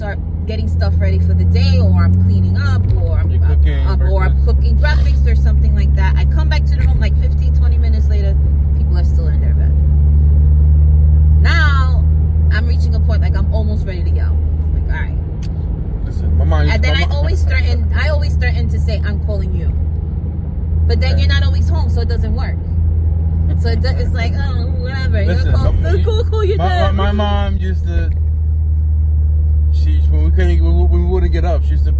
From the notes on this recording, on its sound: We have conversations about random topics while driving our children to school.